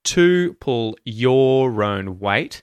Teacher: to and your get reduced and they get given the schwa vowel sound. So instead of to pull your own weight, you'll hear to pull your own weight.